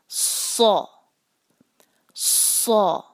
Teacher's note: जुबान जो है वो थोड़ी सी ऊपर को उठती है जिससे फिर ये लेटर जो है वो भारी होता है और सीन की तरह इससे भी सीटी की आवाज होती है।